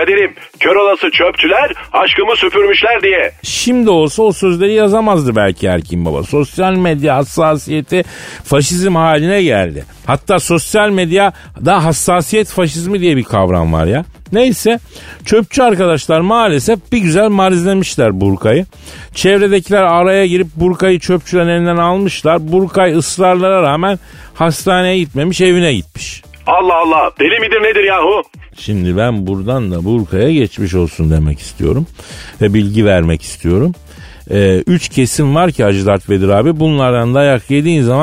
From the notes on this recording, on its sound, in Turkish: Stüdyoda. Telefon görüşmesi.